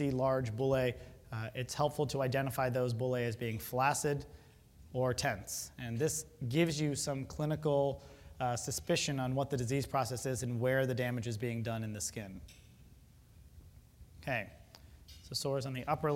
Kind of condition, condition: setting, large echoing room